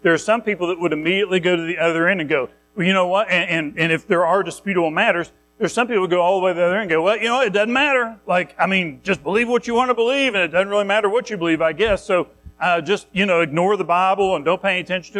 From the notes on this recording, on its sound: Recorded at Madison Baptist Church in Madison WV on Oct 22, 2023